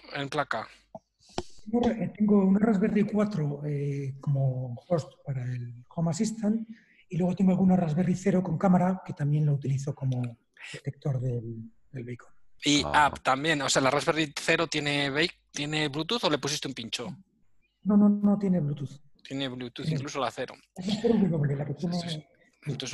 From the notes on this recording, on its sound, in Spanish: Audio del Webinar que grabamos el martes 21 de abril de 2020. Audio del Webinar que grabamos el martes 21 de abril de 2020.